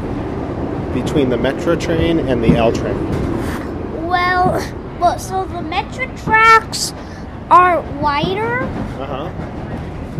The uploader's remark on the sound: Episode 37: On the Train. Today we bring the mic onto the L.